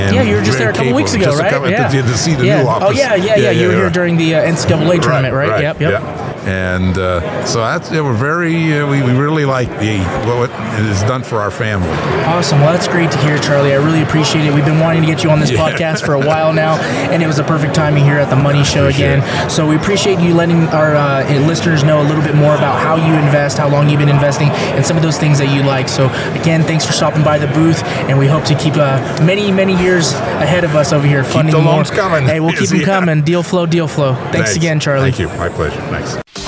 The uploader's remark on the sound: LIVE at MoneyShow at the Paris Hotel in Las Vegas, NV getting Investor Testimonials!